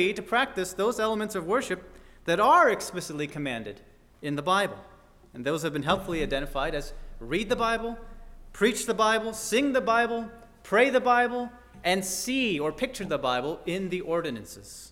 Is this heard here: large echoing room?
yes